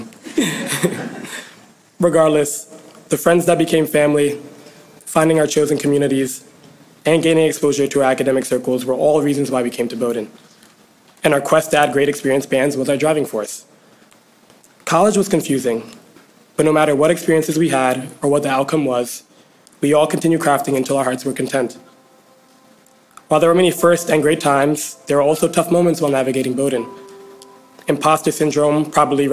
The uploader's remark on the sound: the commencement speech that I delivered at the class of 2020 Bowdoin Graduation